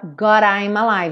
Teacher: E no God, ele fala God I'm alive. Então, pega o D e reduz pra rarara.